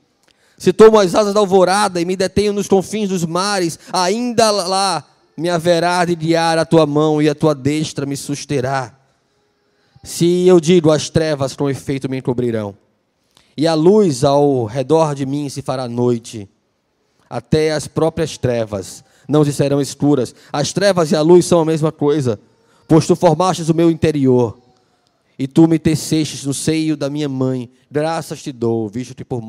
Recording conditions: large echoing room